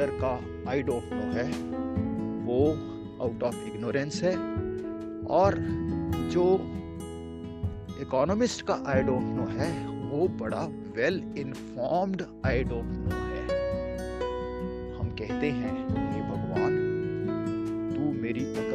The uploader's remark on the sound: This episode was recorded while walking on a local street; please excuse the background noise and short breath.